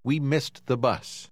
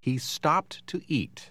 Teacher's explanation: Depois de letras duplas, o som D se pronuncia T.